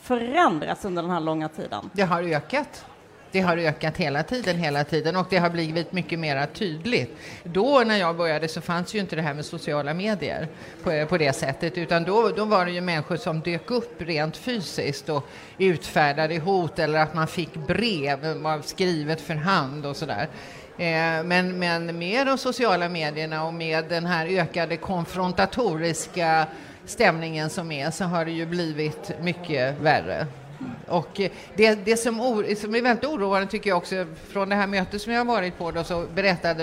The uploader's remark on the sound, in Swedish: Live från Almedalen